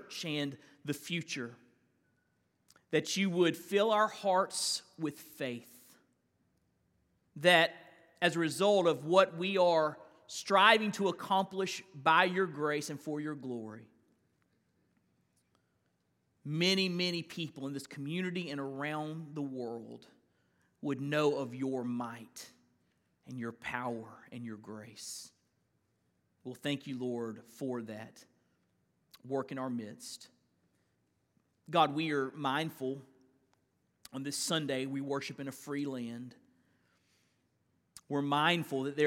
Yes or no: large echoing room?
yes